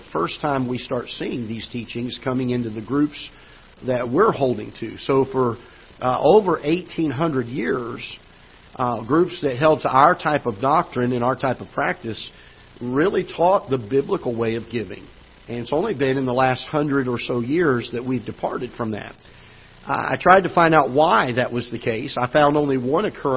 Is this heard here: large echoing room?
yes